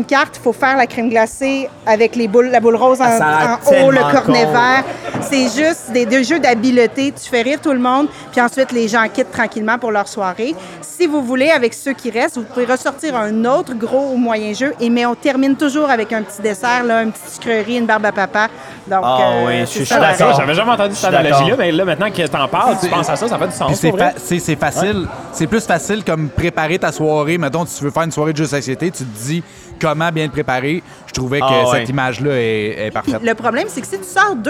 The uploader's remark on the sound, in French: Enregistré au bar ludique "Le Premier Joueur". Nous concluons la saison 1 avec un épisode devant publique.